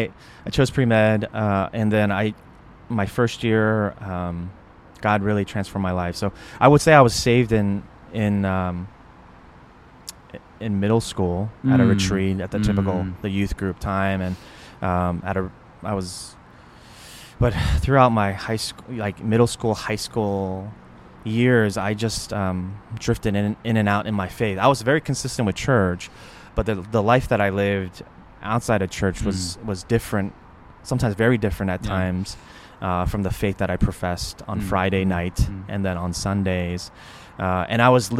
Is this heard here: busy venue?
yes